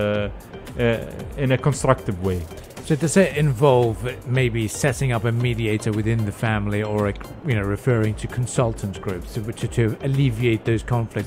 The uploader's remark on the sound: Pulse 95 Live at Sharjah Book Fair. Joined the show at SIBF.